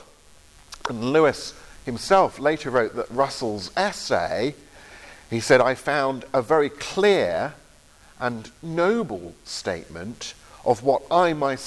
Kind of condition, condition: setting, large echoing room